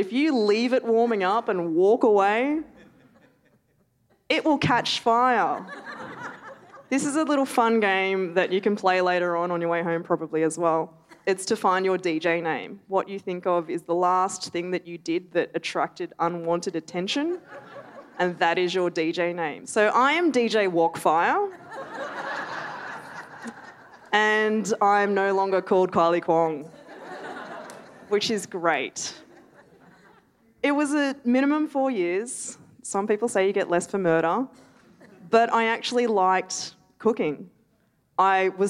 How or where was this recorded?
live audience